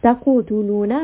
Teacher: قاف has قلقلة، it is also heavy